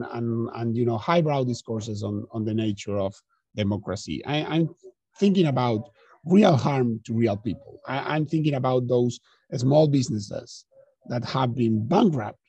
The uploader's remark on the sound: This episode was recorded as a live webinar on the 20th of October.